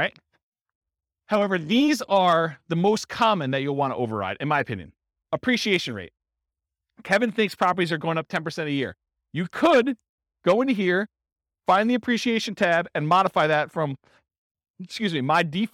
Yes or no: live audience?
yes